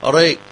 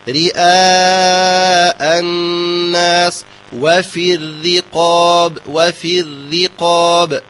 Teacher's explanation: الآن إذا كانت مكسورة فلا خلاف بين القراء كلهم أو كلهم في ترقيقها، فنقول رئاء، لا أقول ري مفخمة، ري مرققة وإخلاص الكسر فيها · Shown in: second take · أقول رئاء الناس وفي الرقاب مع إخفاء تكرير، لا أقول وفي الرقاب ووخطأ، وفي الرقاب.